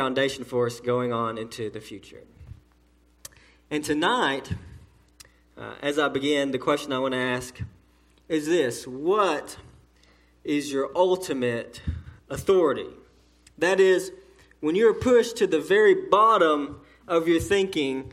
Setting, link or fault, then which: setting, large echoing room